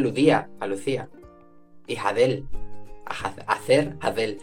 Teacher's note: porque la Z sonora se convirtió casi en una D, que se mantuvo.